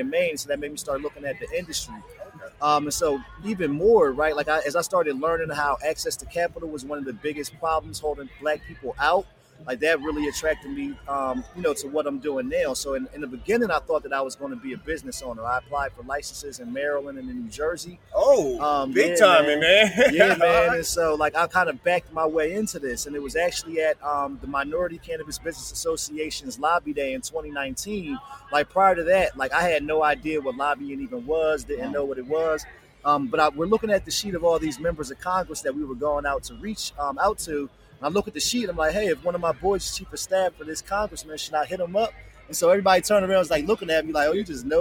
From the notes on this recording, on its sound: Another episode live from Black Cannacon.